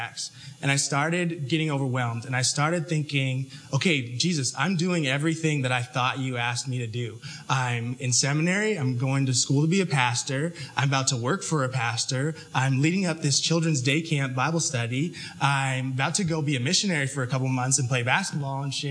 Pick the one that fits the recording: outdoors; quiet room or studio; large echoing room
large echoing room